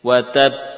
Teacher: Tampak dua huruf yang kita baca, yaitu ba yang sukun yang berhenti suaranya dan ba yang diqalqalah. · Term: huruf qalqalah